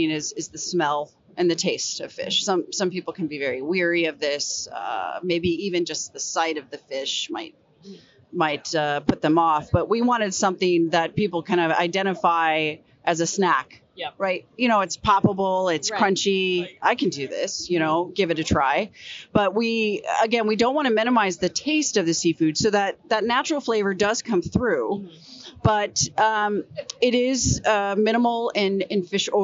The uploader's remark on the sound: Live From Seafood Expo Global